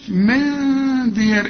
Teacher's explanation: نون بعدها دال، والدال من حروف الإخفاء، هنا في غنة واخفيها